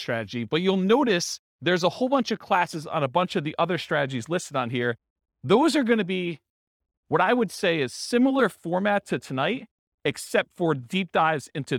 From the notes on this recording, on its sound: This was a live class recorded